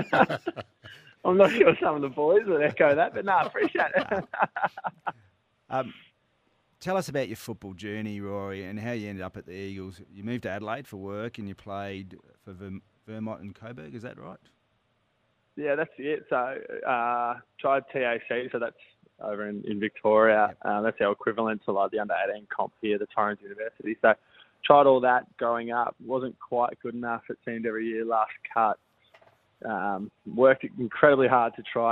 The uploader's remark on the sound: Jumped on the phone after the clubs round 2 victory over the Redlegs.